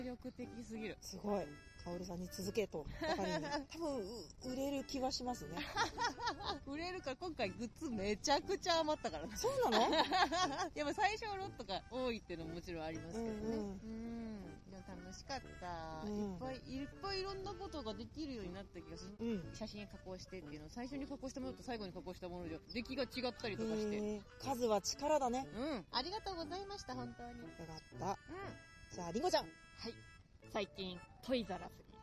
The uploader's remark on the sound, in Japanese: 今週はロケ収録です。中野・四季の森公園にて。紛れ込むさまざまな音も含めおたのしみください。